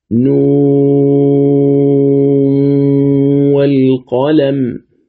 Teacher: إدغام نون مع الواو مع المد طولا